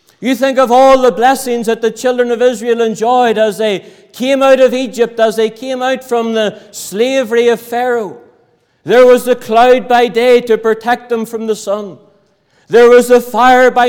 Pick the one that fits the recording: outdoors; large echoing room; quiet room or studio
large echoing room